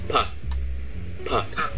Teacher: nó hơi có gió ra một xíu